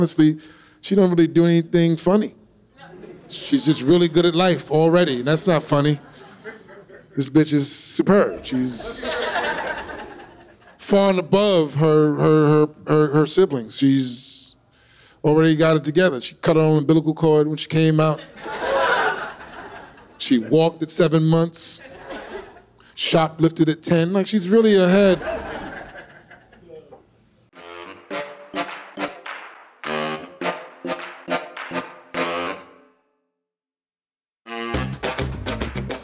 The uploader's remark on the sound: Shot on location at NYC’s Westside Comedy Club.